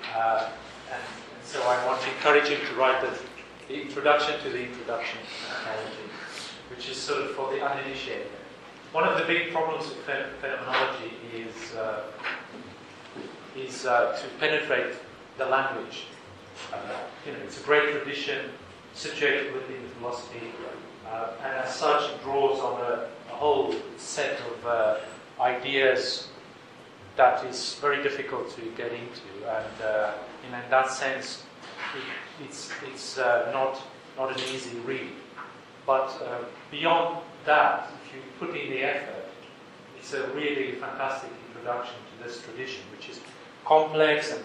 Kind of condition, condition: setting, live audience